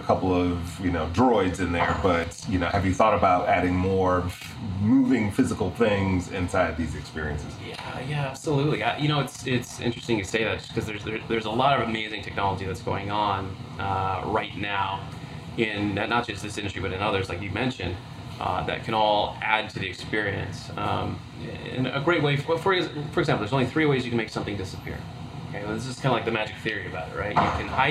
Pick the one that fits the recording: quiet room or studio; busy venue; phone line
busy venue